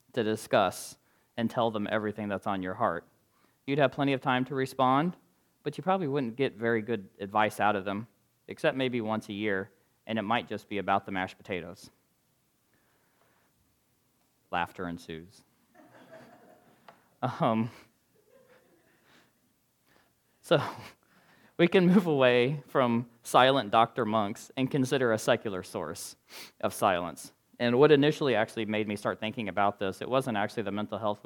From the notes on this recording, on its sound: recorded on October 29, 2022, at the Ringgold Seventh-day Adventist Church.